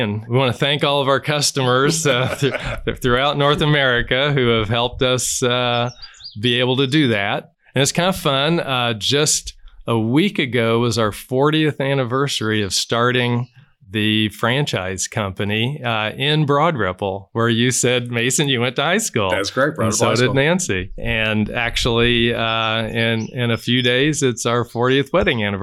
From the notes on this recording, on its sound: outside Wolf Run’s old clubhouse—amid a cacophony of songbirds